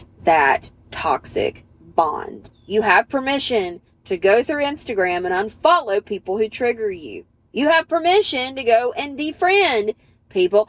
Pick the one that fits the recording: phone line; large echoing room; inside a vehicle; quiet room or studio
inside a vehicle